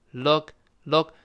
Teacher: 最后那个 k 失去爆破了，因为 k 又是个舌根儿爆破